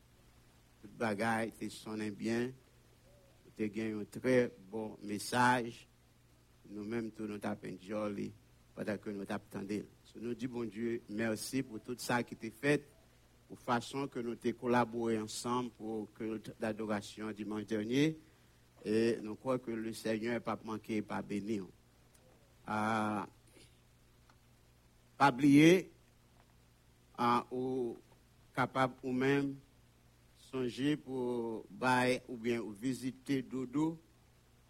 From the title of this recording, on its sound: Sunday Service Live